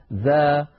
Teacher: فلا استعلاء ولا تفخيم في الذال · Term: حرف مستفل